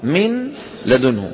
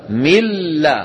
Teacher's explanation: سكون، واللام كانت مخففة. لما أدغمنا لم يبقى في النطق نون، شو صارت؟ انقلبت إلى لام، وأدغمت اللام في اللام · Shown in: second take · لذلك في المصحف يجردون النون من السكون ويشددون اللام.